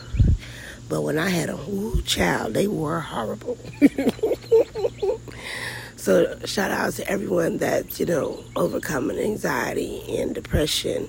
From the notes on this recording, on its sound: Just outside at the end of the driveway having a little me time.